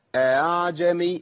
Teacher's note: التسهيل ايه؟ بين بين، بين الهمزه وبين الالف اللي هو اصل الحركه